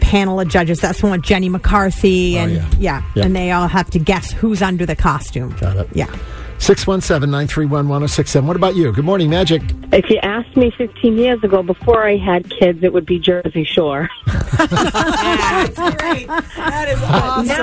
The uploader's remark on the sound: One of our MAGIC listeners called